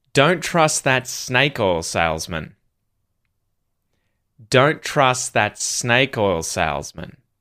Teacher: Which words are being stressed? Don't trust, and then snake oil salesman.